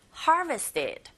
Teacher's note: harvested 앞부분에 강세를 꽝 주시면 됩니다.